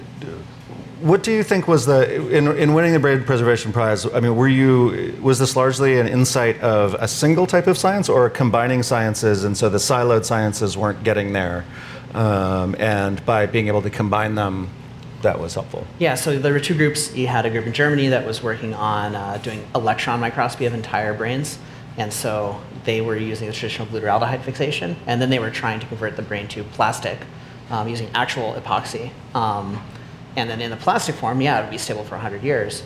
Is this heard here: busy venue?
yes